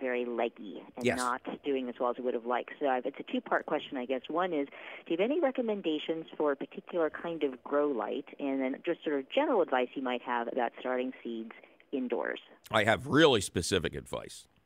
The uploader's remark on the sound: its a fabulous phone call question show!